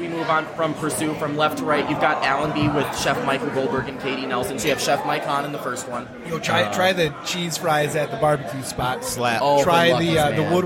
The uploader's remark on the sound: LIVE from Fort Street Galley. Special LIVE Episode recorded at Fort Street Galley.